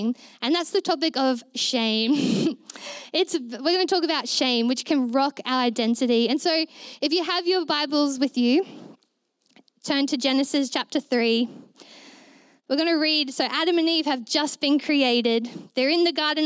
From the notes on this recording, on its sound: Recorded during our Melobourne East service on Sunday, the 3oth of April 2023